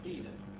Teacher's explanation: الياء المشمة بصوت الواو